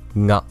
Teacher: j'ai dit ga, c'est un peu la prononciation francophone, mais la plupart du temps, les Japonais disent plutôt na